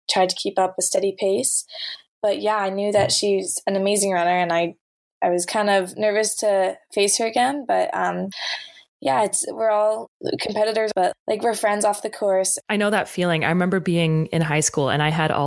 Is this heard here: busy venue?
no